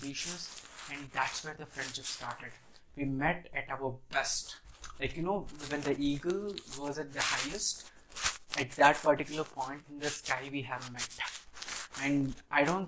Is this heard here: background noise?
yes